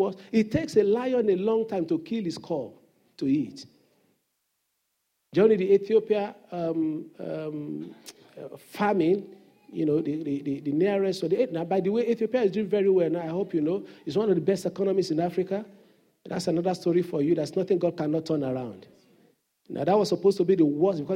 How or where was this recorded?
large echoing room